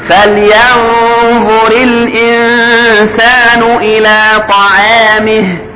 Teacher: يبقى الطاء من حروف التفخيم والعين من حروف الترقيق · Term: التفخيم والترقيق